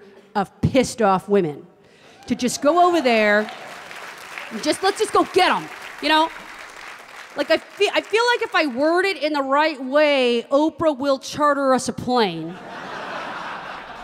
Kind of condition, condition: setting, live audience